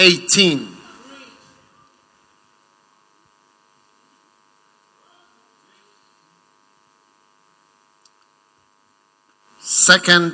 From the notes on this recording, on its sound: Preached at the First Love Center, Accra.